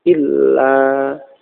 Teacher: Bacaannya idgham masuk ya, illa, kemudian penulisannya pun juga dirangkai menjadi seperti itu, illa, ya, tanpa nun, ya, jadi langsung ke lamnya yang tasydid